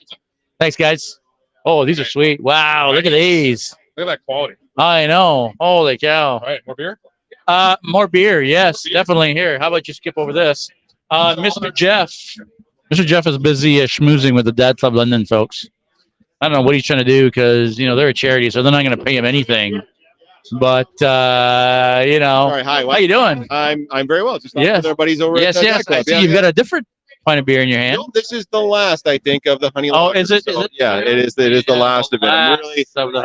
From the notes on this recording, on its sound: Live from the London Brewing Coop. Live from London Brewing Coop.